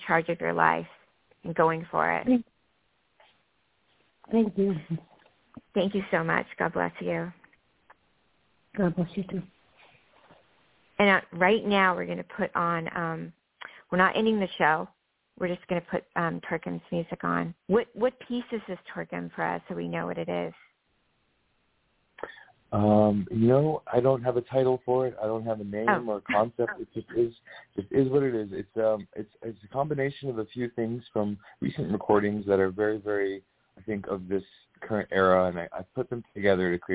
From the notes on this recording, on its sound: Talk with previously recorded callers. THIS SHOW WAS PREVIOUSLY RECORDED. In this previously recorded episode on Blog Talk Radio.